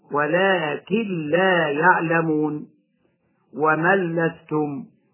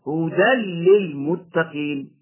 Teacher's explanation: وجب إدغام النون الساكنة أو التنوين في اللام أو الراء إدغاما كاملا بغير غنة. مثال وقوع اللام بعد النون الساكنة هكذا: ولكن لا يعلمون ومن لستم.